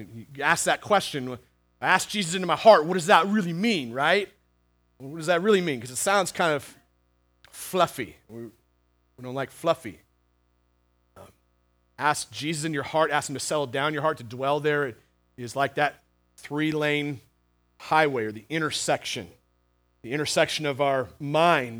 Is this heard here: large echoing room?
yes